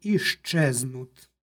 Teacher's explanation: u obliku da iščeznut griješnici, došlo je do jednačenja suglasnika, tako da imamo izgovor iščeznut.